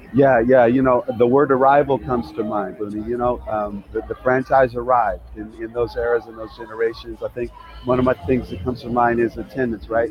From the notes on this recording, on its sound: live from the All-Star Game in Seattle